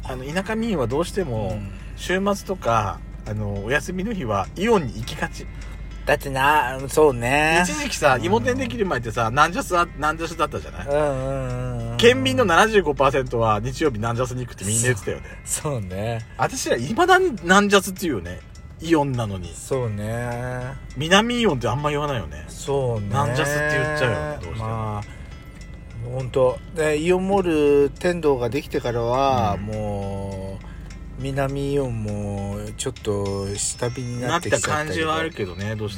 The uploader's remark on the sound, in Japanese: パーキング収録